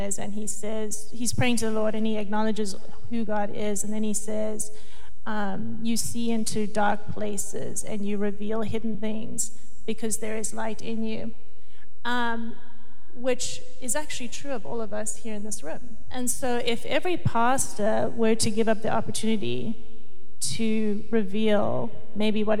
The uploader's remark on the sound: Session 2 from the Advance North America Conference at Southlands Church in Brea, CA.